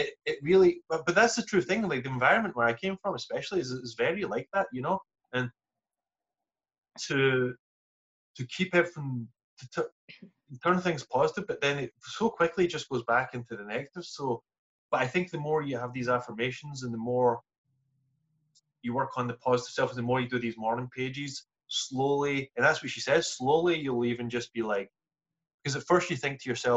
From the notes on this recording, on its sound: reunite over zoom